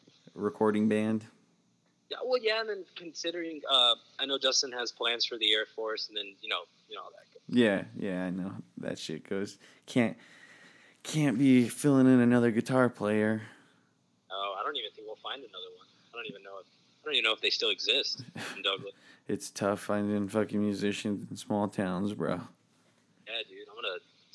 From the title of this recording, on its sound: on the Phone